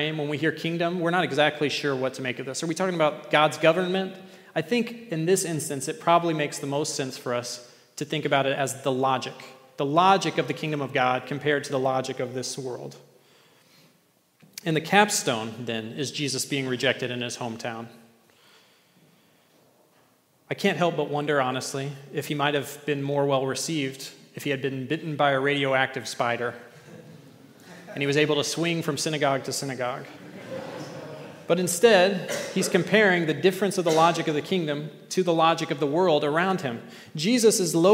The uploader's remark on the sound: at The Table worship gathering on Sunday, October 15th, 2023